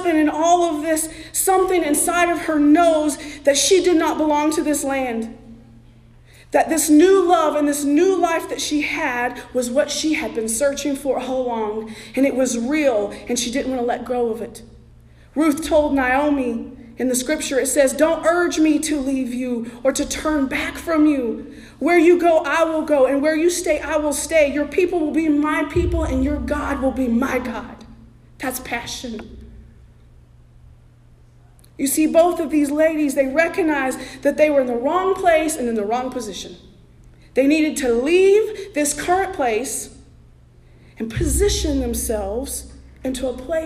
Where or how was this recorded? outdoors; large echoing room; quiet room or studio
large echoing room